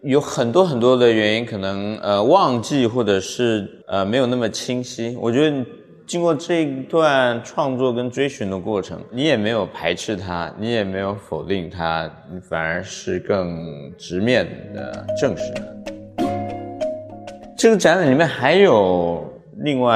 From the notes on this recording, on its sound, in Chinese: 艺术家群展「迷雾幻屿 Foggy Island」现场导览。